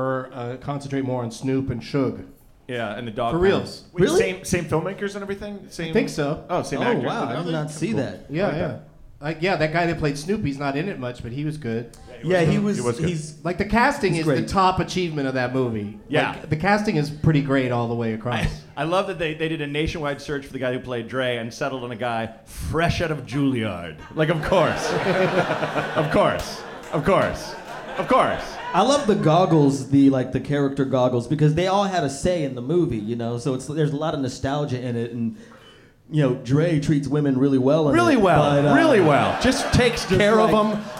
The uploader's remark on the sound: Live from the Hell Yes Fest in New Orleans